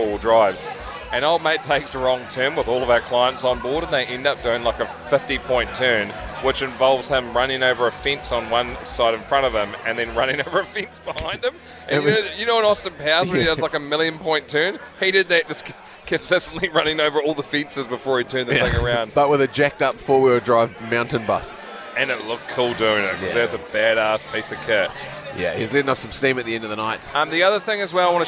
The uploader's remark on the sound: From Last Place pub in Hamilton.